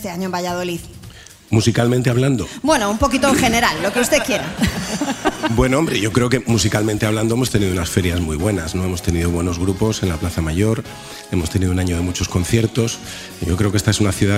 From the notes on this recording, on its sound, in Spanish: Las Mañanas KISS en directo desde VALLADOLID. Nuestro programa en directo desde el Museo de la Ciencia de Valladolid.